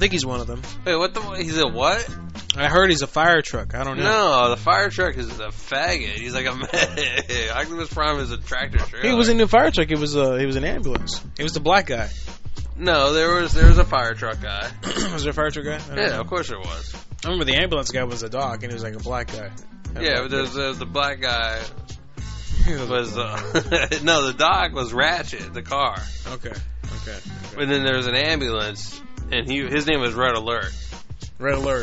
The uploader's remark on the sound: Prank Phone Calls